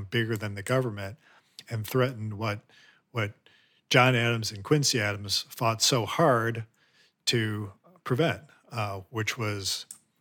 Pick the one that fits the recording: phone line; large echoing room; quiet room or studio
quiet room or studio